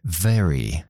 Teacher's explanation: Y la V es exactamente igual con los dientes en el labio de abajo, pero activo la voz desde el principio